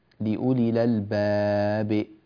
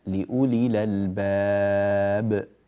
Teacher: وأنبهك إلى إمالة القلقلة إلى الكسر، أنت تميلها إلى الكسر ولا ينبغي ذلك · Shown in: first take · فتقول لأولي للباب، لا لأولي للباب، لأولي للباب هكذا.